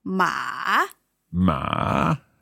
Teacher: the third tone is going down and up.